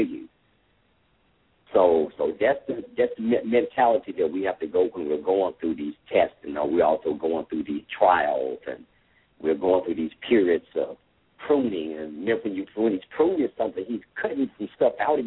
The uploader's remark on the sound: LML uses a progressive live call in format.